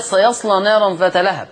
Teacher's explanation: سيصلى فيها تغليظ ولكن لاحظ ان بعد اللام المغلظه فيها الف فيها الفتح والتقليل